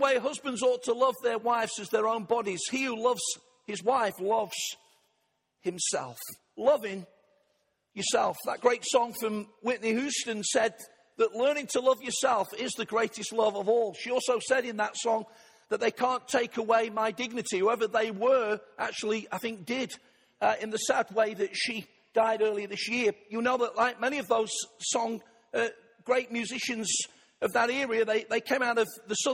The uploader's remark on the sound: Arena Church, Ilkeston